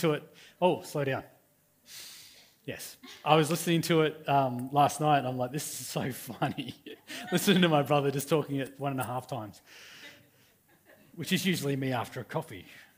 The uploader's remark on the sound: River Edge Church. This message was recorded on 07/04/2019 at the 11am gathering.